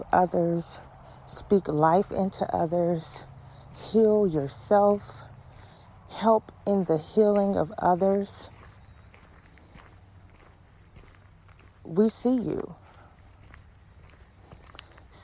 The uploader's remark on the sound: This episode was recorded during a walk